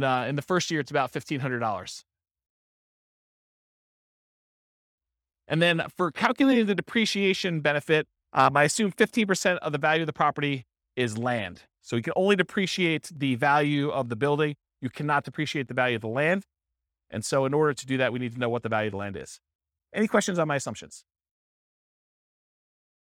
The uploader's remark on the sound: This was a live class recorded